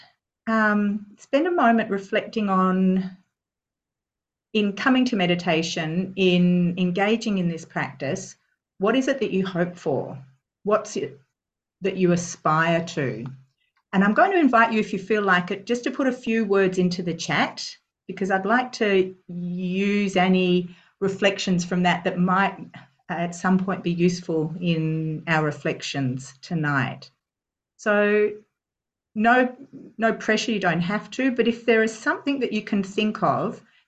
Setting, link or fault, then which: link, video call